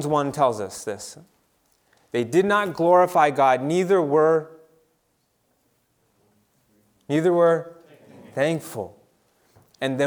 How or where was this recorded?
large echoing room